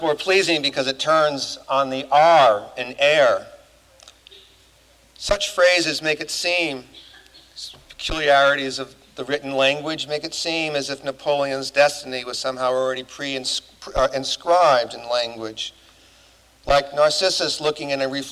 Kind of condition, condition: setting, large echoing room